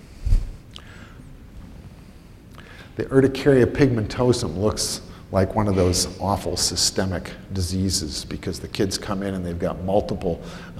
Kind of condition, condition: setting, live audience